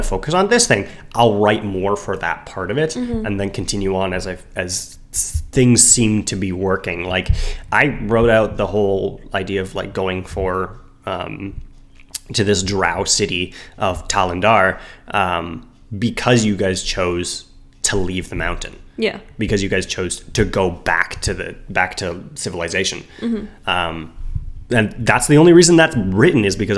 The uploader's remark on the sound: Sorry about the echoes!